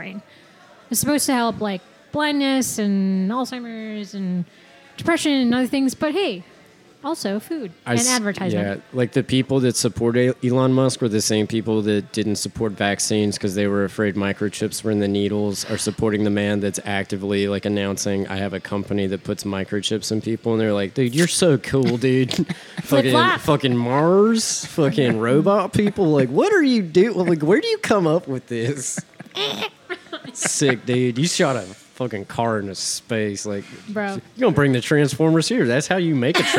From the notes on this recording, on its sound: TAQUERIA LA NUEVA-WESTPORT! On Location!